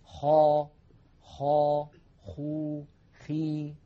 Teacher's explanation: من أدنى الحلق كما ذكرنا حرف الخاء